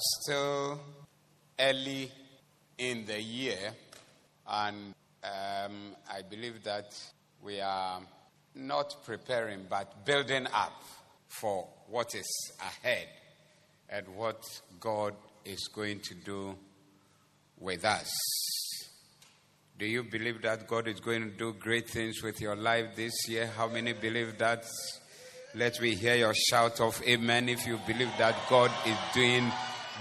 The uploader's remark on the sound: Preached at the Doxa Service 20012024